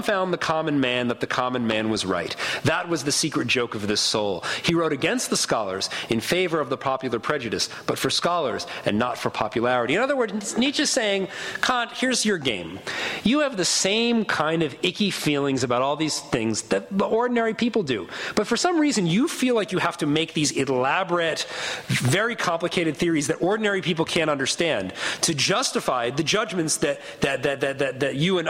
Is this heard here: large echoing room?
yes